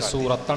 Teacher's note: ਪਾਵੈ ਸੁਰਤਨ ਤੋਂ ਭਾਵ ਹੈ ਸੂਰਮਾ ਪਨ ਇਹਨੂੰ ਸੂਰਤਨ ਨਹੀਂ ਬੋਲਣਾ ਰਾਰੇ ਦੇ ਉੱਪਰ ਭਾਰ ਦੇ ਕੇ ਸੁਰਤਨ ਪਾਠ ਕਰਨਾ ਹੈ ਜੀ